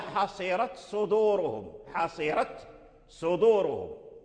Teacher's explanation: فتاء التأنيث حصيرت أظهرها ورش وقالون عند الصاد ولم يدغمها في الصاد، مع أن التناسب بينهما موجود وهو التقارب، لأن التاء والصاد يعني يقربان من يعني يقرب مخرجهما، ولكن ورش وقالون أظهر تاء التأنيث عند الصاد، حصيرت صدورهم.